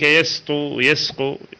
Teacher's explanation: يظهر السين معناها يسمع صفيرها